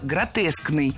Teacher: Кстати, если мы хотим образовать от существительного «гротеск» прилагательное, то предпочтительным вариантом будет слово «гротескный» с однозначным ударением на втором слоге. Вариант «гротесковый» тоже допустим, но ударение на втором слоге сохраняется.